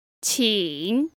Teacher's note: The first one is 请, which is a third tone and means please.